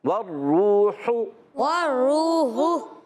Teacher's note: ہا حلق کے درمیان والے حصے سے ادا کرنا ہے